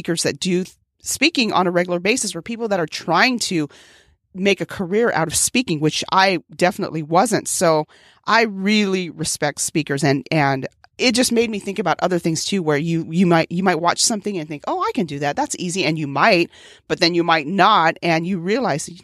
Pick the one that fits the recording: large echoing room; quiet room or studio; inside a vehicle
quiet room or studio